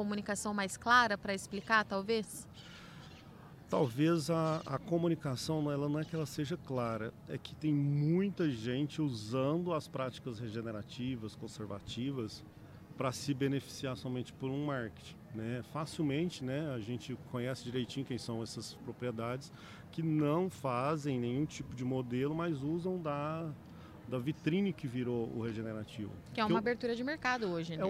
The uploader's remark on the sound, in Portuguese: Os episódios foram gravados durante o Campeonato Brasileiro de AeroPress, que aconteceu nos dias 28 e 29 de outubro em Campinas/SP